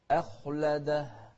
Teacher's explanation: شوف الهمزة بعدها حرف مفخم فنفخم الخاء ونرقق الهمزة